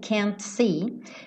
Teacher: que esse T do can't, muitas vezes, não é pronunciado. Então, ele poderia tranquilamente ligar can't see, ligar o T no S, can't see, e aí você não ouviria.